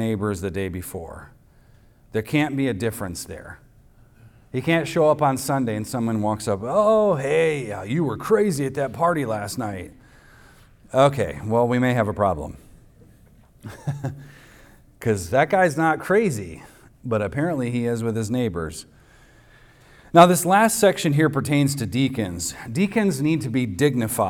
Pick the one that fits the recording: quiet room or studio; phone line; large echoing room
large echoing room